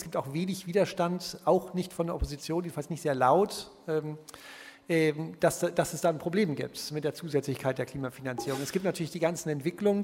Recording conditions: live audience